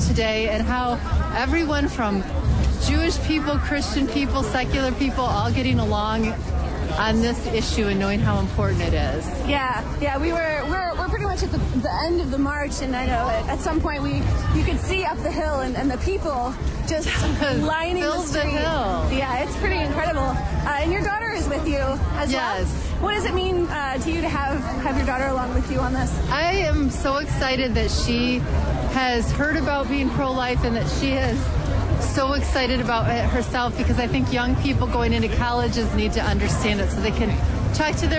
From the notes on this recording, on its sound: The Coffee Hour went on the road to the 2019 March for Life in Washington, D.